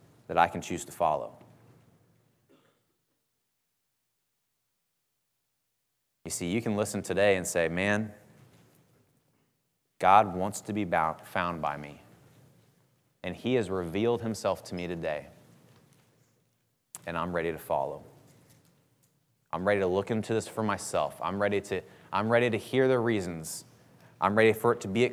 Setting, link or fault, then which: setting, large echoing room